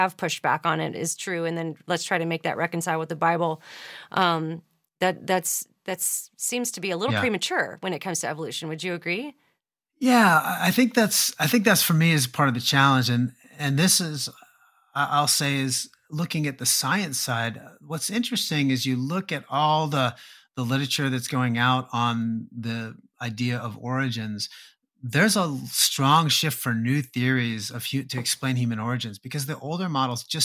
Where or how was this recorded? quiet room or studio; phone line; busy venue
quiet room or studio